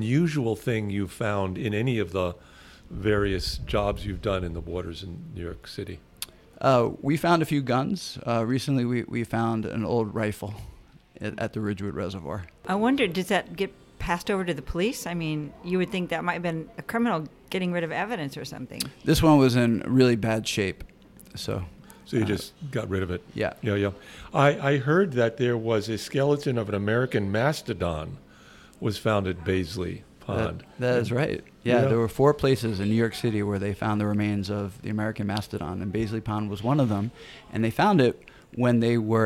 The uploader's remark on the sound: This program was recorded at Gebhard's Beer Culture Bar in Manhattan. This program was recorded at Gebhard's Beer Culture Bar in Manhattan.